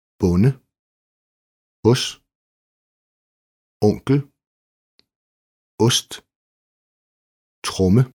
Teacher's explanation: Kort O som Å. Kort åben Å-lyd.